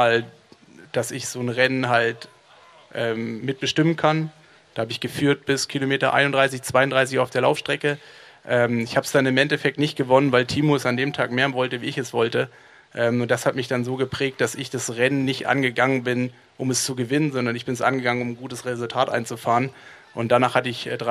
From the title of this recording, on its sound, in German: LIVE vom Challenge Roth